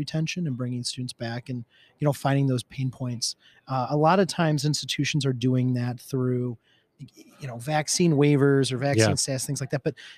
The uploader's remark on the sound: recorded LIVE & in-person at the Ellucian LIVE Conference 2022